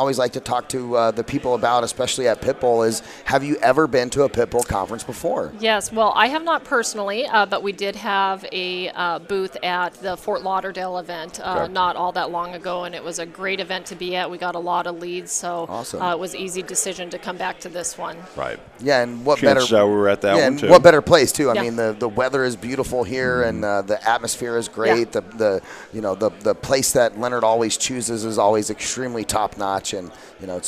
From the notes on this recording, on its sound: VoiceAmerica Live Broadcast From Scottsdale Arizona! A one day event for real estate professionals with Live Interviews on Site with Exceptional Speakers, Attendees, Sponsors, and Hard Money Lending Experts .